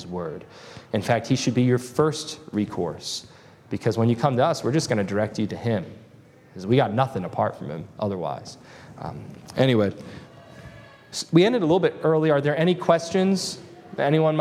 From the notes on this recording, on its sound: This lesson was delivered on August 20, 2023 at Antioch Presbyterian Church. At Antioch Presbyterian Church, a mission work of Calvary Presbytery of the Presbyterian Church in America located in Woodruff, South Carolina.